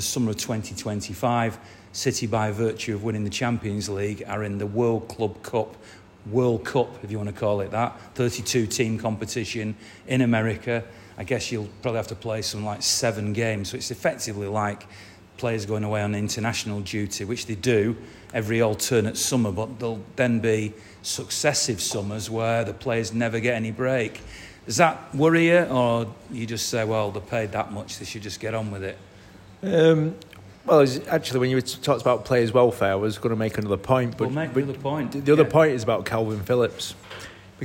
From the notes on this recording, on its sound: live at the Bury MCFC official supporters